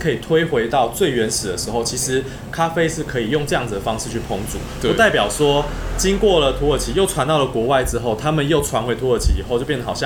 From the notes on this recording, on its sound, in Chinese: 本集白噪音指數：蚊風級 1/5。錄音地點： 一步一步來 - Kopi Ibrik。